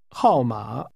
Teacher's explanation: The part of that which means number is pronounced with a falling tone, followed by a falling, rising tone